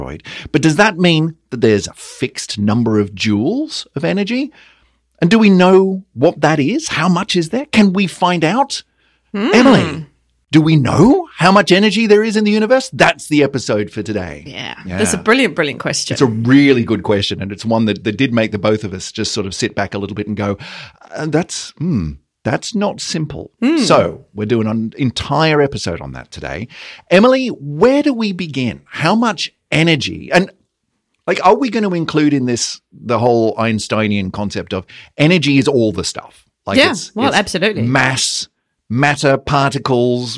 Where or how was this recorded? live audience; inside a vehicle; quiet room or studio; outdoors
quiet room or studio